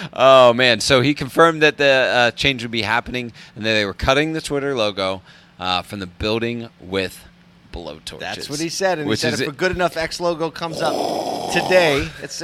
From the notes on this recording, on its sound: Today we’re on location at a Dealer-run charity golf tournament in Atlanta